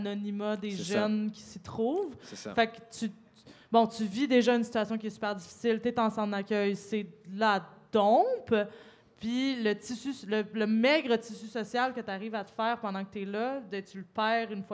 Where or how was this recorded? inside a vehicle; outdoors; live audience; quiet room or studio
live audience